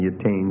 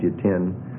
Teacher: there you've got the tseri going to segol. Would have been yitain, but it now becomes yitin.